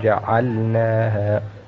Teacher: هذه اللام بغي أن تظهر من غير قلقلة